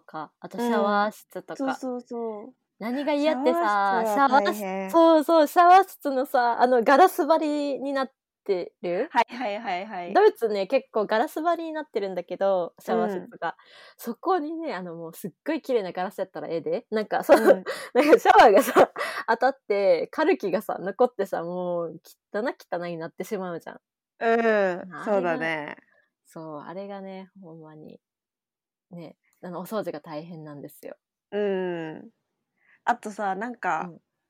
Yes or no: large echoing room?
no